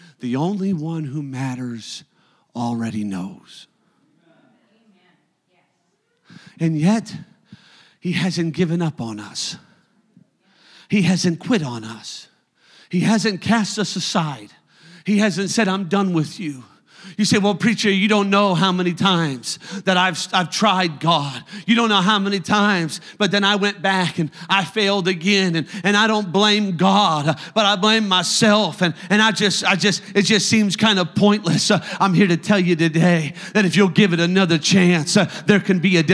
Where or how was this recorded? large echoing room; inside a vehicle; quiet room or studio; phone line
large echoing room